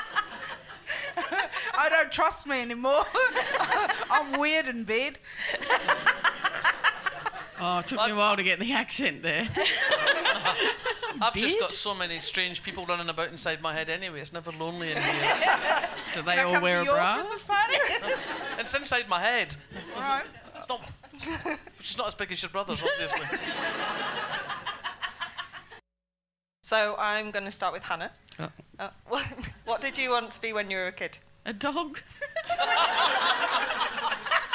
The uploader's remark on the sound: Recorded at the The Stand Comedy Club, Edinburgh on August 13, 2017.